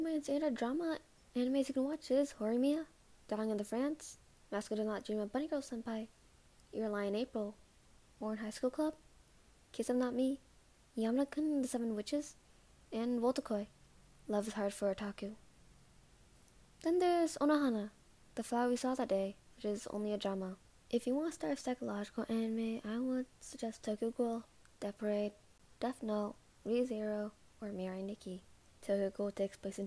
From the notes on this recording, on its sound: Warning: mic peaks a lot.